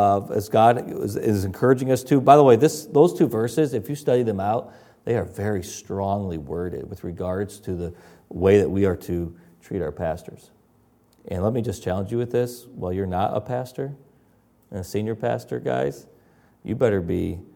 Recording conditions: large echoing room